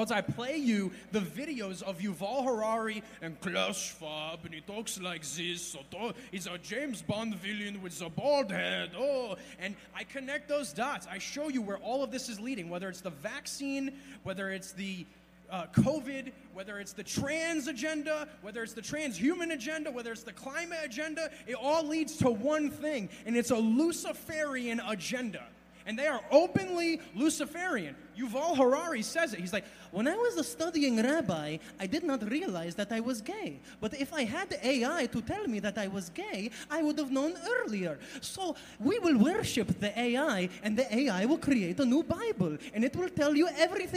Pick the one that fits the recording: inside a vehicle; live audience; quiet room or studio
live audience